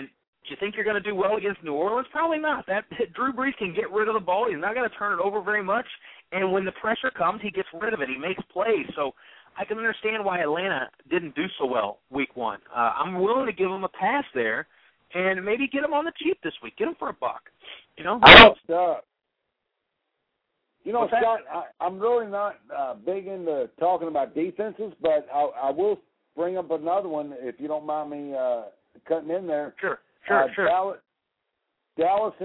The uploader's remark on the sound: Call-in Show